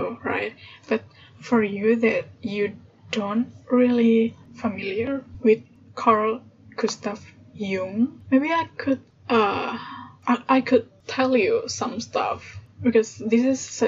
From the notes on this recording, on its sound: Sorry about the noisy background